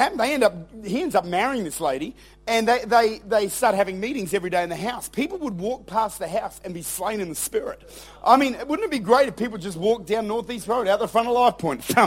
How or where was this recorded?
large echoing room